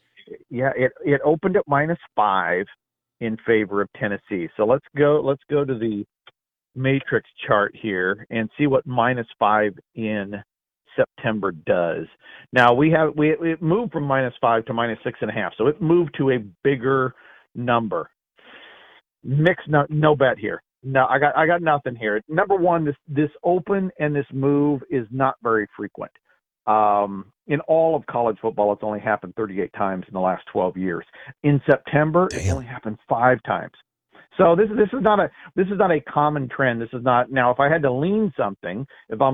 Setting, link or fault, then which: link, phone line